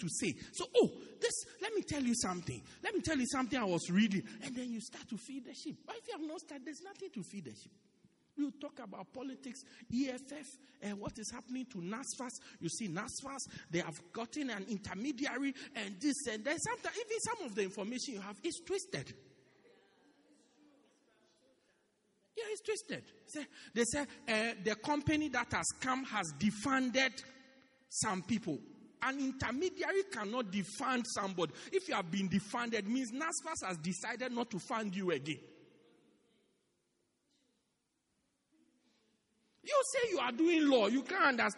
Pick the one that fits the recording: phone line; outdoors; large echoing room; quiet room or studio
large echoing room